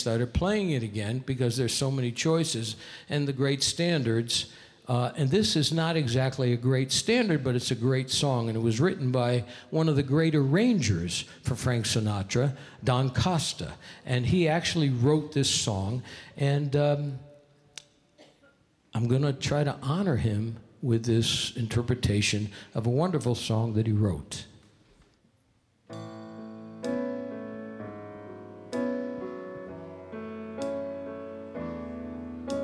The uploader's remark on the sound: Live at the South Point Casino